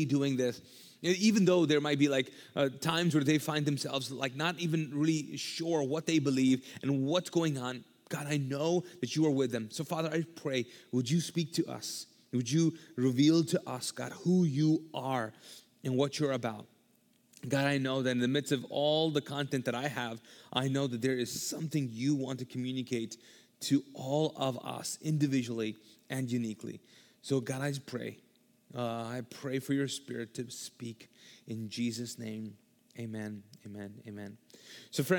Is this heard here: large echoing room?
yes